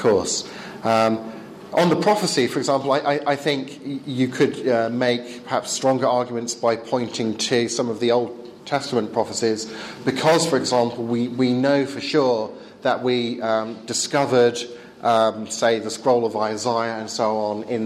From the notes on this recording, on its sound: Talk on scientism and religious knowledge delivered at the 2014 European Leadership Forum.